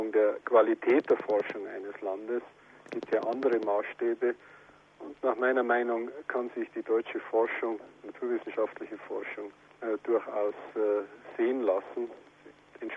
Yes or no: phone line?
yes